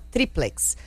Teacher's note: a palavra é uma paroxítona, a sílaba tônica é a penúltima